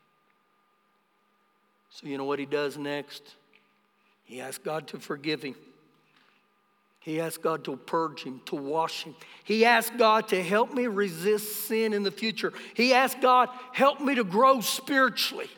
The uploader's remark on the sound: Recorded live during our Sunday morning service